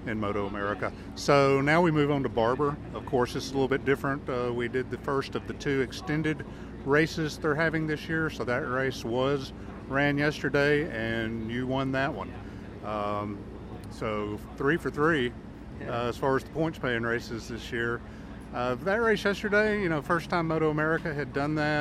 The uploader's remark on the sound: A number of interviews from the Moto-America paddock at Barber Motorsports Park. This is followed by some brief chats at Donington Park BSB.